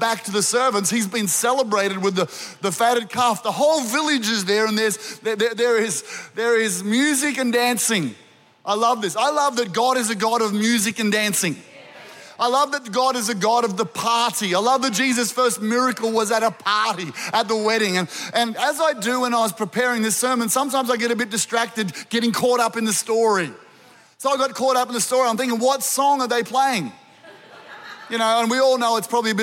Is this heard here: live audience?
yes